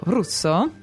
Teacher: it's a kind of a gentle rolled R that gets you into the word